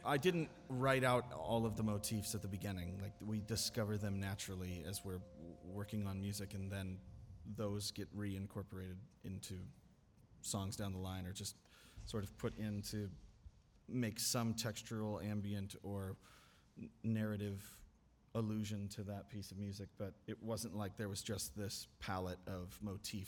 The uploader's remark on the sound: This episode was recorded on November 15th at The Arts at The Armory in Somerville, MA during the 5th stop of the Fossio et Satio tour.